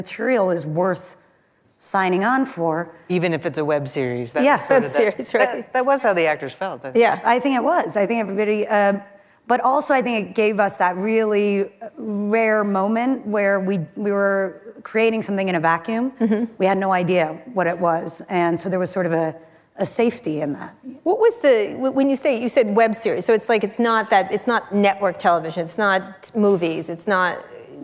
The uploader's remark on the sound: Live at Code 2019